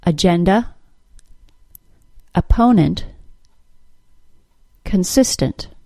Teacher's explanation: Listen to some other words with a pattern of schwa, main stress, schwa